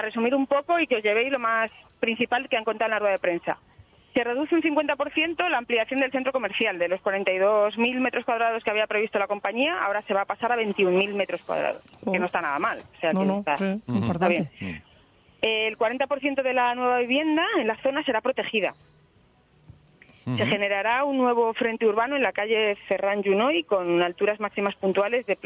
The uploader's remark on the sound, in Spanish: Llamadas en directo con nuestros invitados.